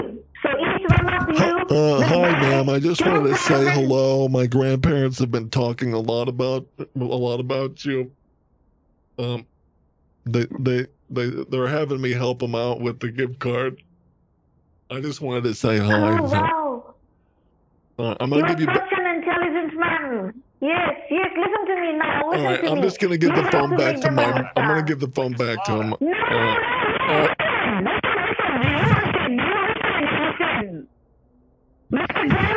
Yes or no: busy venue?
no